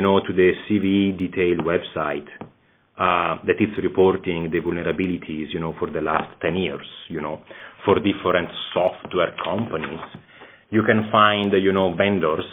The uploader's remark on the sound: via teleconference